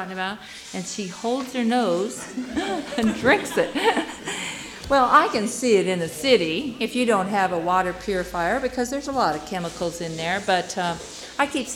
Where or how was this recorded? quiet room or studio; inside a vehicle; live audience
live audience